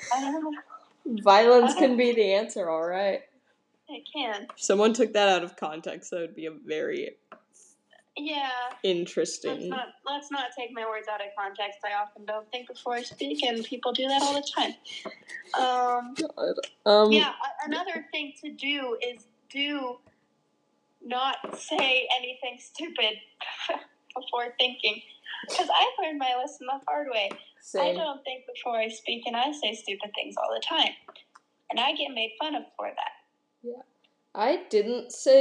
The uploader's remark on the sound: We know the audio quality for this episode is bad, I think we mentioned it in the episode but we recorded this on an iPad instead of a computer without our mic so that is why.